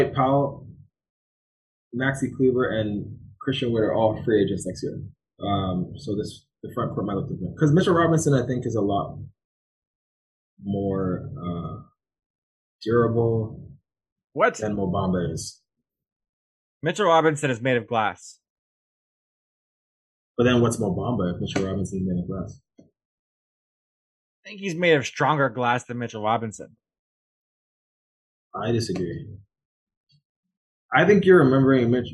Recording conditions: poor sound quality